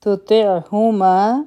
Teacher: دلته کې تا نری حرف دی او طا غټ حرف دی